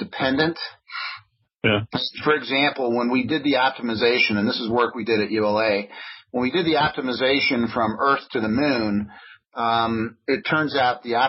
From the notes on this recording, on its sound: This talk was featured in the mid-June Future In-Space Operations weekly teleconference.